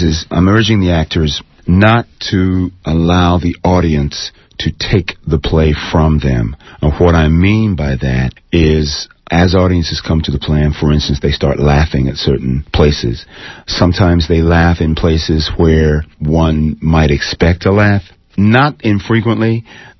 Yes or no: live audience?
no